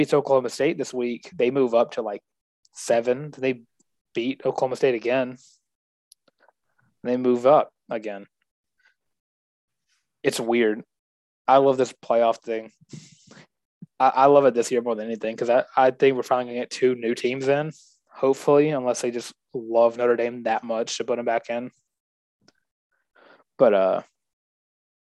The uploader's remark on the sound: the Zoom edition of The Benchwarmer's Podcast